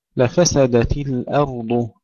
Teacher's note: ترقيق الهمزة وتفخيم الضاد والراء